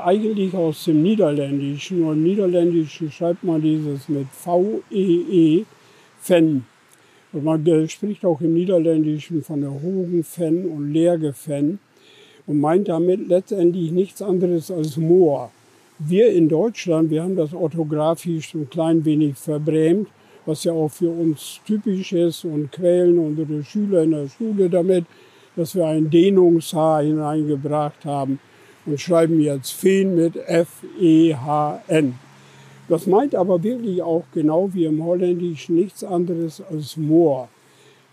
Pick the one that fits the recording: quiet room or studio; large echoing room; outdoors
outdoors